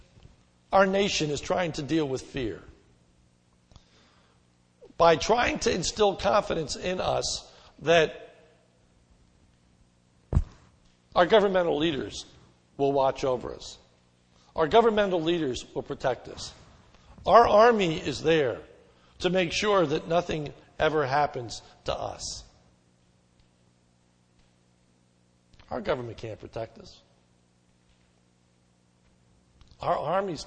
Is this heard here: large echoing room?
yes